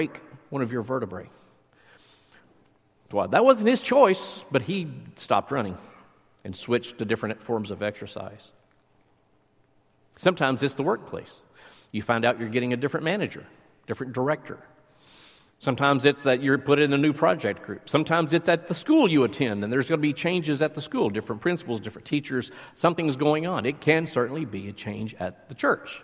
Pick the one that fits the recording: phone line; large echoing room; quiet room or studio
large echoing room